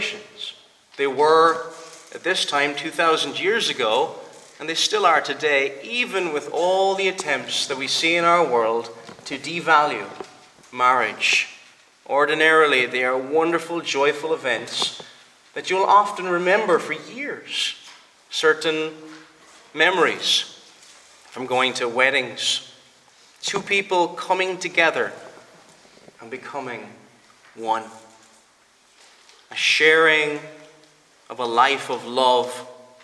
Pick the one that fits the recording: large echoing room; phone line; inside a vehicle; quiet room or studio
large echoing room